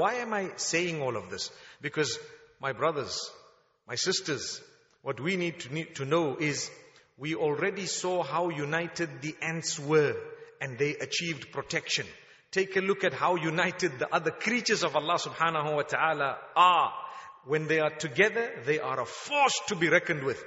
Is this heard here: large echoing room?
yes